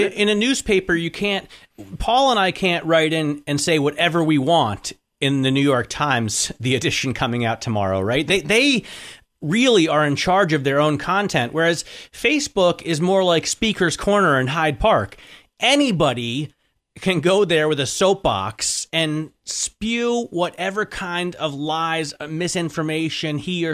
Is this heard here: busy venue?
no